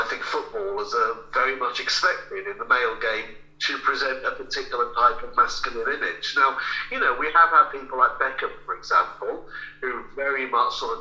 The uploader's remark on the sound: joins the lads on the phone